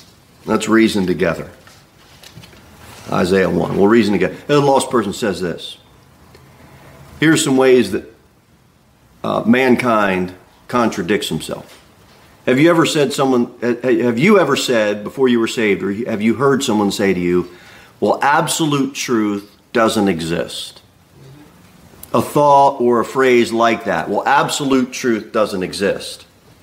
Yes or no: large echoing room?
yes